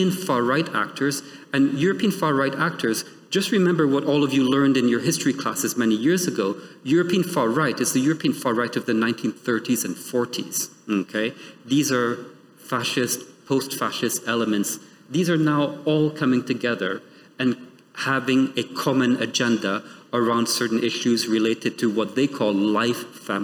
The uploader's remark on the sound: The following episode is a recording of the event